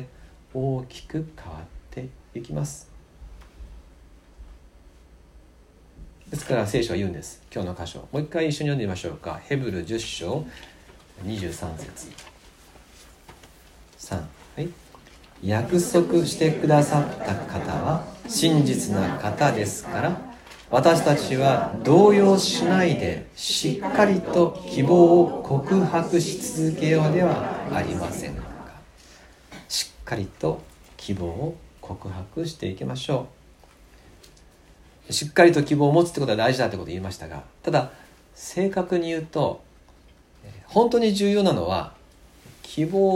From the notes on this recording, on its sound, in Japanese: 2020年元旦礼拝礼拝メッセージ録音です。